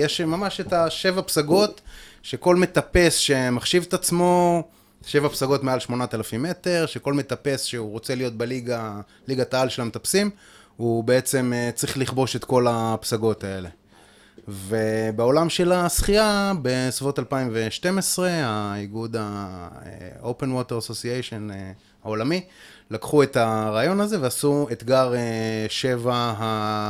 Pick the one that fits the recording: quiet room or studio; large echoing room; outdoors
quiet room or studio